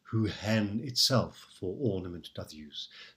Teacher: heaven here is pronounced with one syllable, who hen itself for ornament doth use, so it scans.